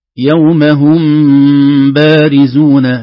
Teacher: الذي بعده أو مخفى عنده، وهنا الميم ساكنة وبعدها باء، هذا الميم الساكنة عند الباء تخفى إخفاء شفويا، سمي شفويا لأن كلا الحرفين من الشفة، الميم من الشفة أم والباء من الشفة أب، هكذا، ويكون